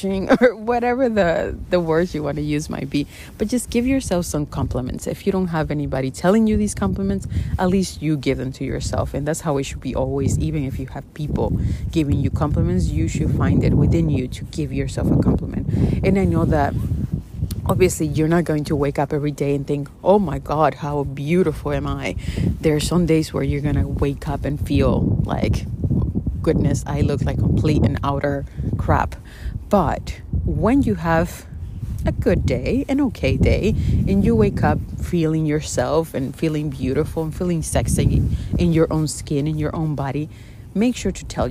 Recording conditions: wind noise